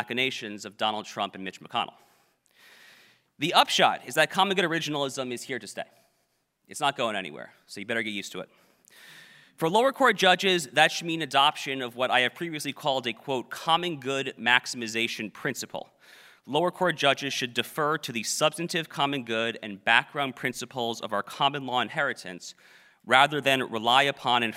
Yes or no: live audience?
yes